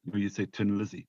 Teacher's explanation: the Irish pronunciation of thin is tin · Term: hard T sound